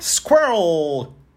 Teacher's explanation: joga a ponta da língua para trás sem encostar no céu da boca, só encosta quando chega no L · Term: looping